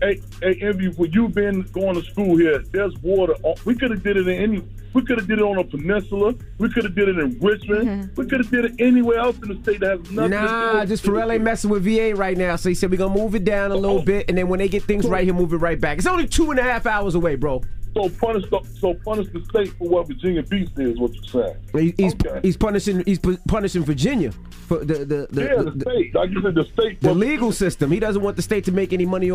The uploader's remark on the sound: Today on the show, we had listeners call in for "Donkey of the Day" and give their own nominations for the segment.